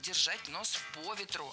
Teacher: Держать нос по ветру – это фразеологизм, в котором перенос ударения на предлог действительно требуется. Именно держать нос по ветру, а не по ветру.